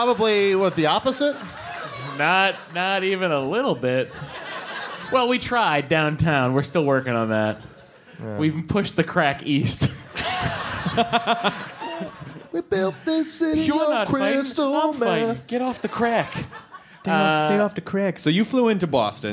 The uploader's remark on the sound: Live in Northampton, Massachusetts at the intimate and legendary "Iron Horse"!